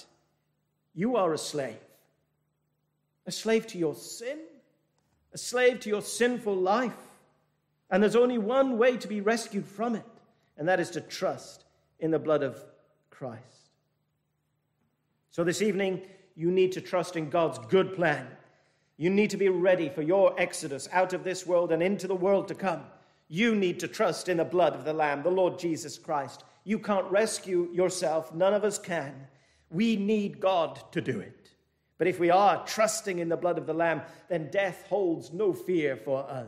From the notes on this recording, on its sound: This message was delivered at the 221st Church Anniversary thanksgiving service from Penzance Baptist Church.